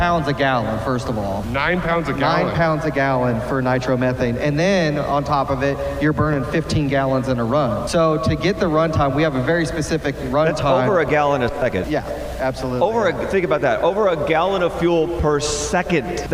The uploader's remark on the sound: This episode is brought to you from Barrett-Jackson Scottsdale during Auction Week from the Shell/Pennzoil Live Stage.